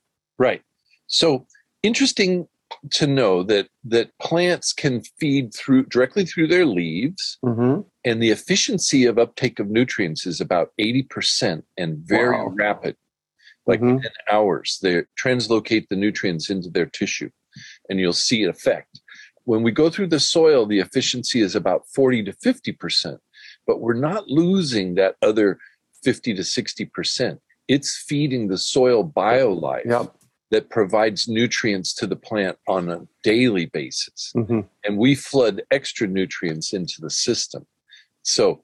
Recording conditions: video call